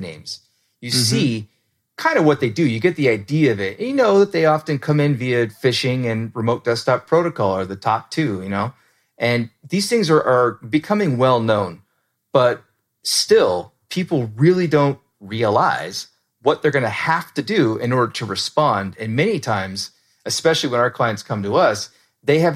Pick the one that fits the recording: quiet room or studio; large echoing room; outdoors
quiet room or studio